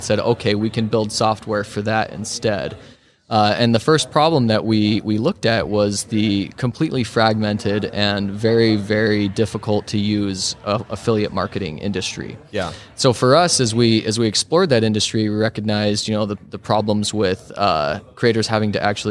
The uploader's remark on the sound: LIVE from HAVEN 2022